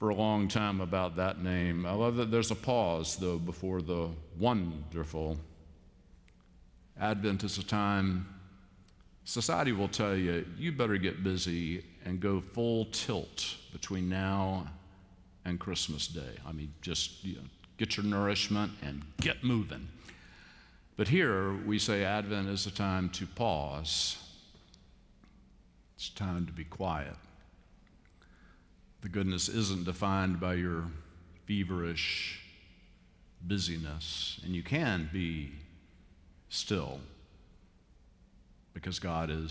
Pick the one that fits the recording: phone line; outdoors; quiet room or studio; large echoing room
large echoing room